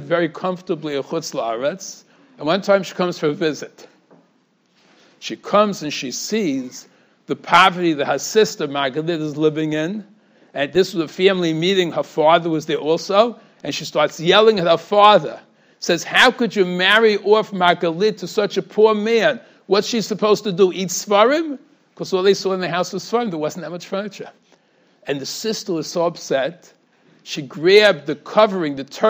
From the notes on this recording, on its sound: Shiur recorded in Yeshivas Ohr Reuven, Monsey, NY.